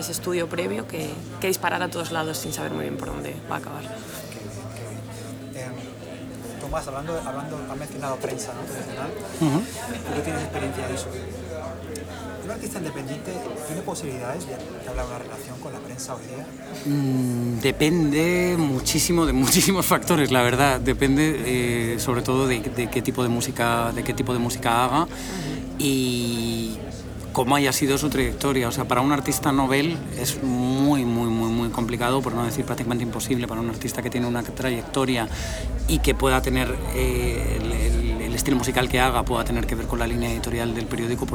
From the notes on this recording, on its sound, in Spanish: Desde el Primavera Sound Festival de Barcelona. En este episodio os hablo desde el Primavera PRO, la edición para profesionales de la industria musical dentro del festival Primavera Sound de Barcelona 2022.